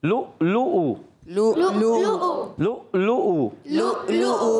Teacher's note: واو کو لام سے ملائیں گے، واو کی ادائیگی ہونٹوں کی گولائی سے، اور جہاں حرکات ہیں حرکات کو نہیں کھینچیں گے.